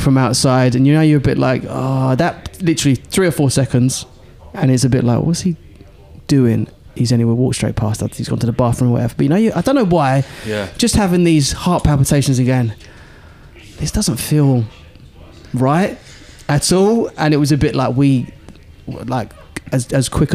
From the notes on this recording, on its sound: in a hotel bar in central London